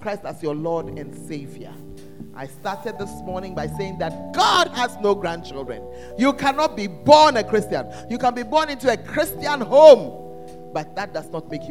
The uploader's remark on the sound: Preached at First Love Center; Ayeduase